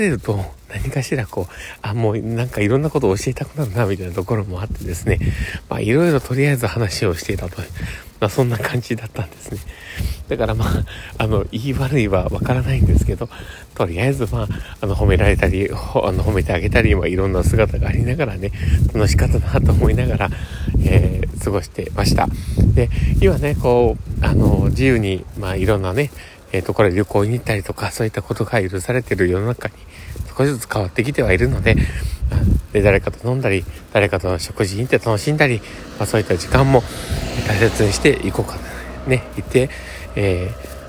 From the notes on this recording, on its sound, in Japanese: 酔っぱらい配信。歩きながらw。From Radiotalk。